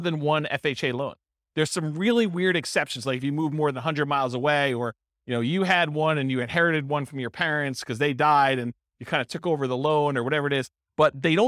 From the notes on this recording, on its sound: This was a live class recorded